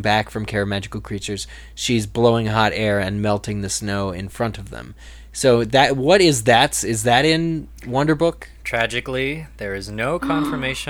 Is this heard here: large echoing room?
no